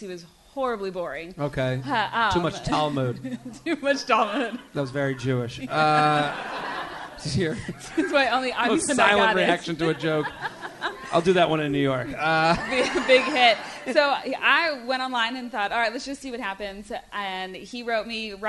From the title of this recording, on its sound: LIVE From The Comedy Zone in Charlotte